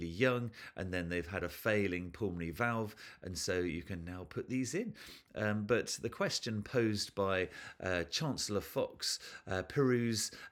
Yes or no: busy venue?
no